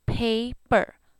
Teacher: the first P has an aspiration to it. There's air coming out. And then the second one, burr, has no air, just that subtle little breathing to breathe air.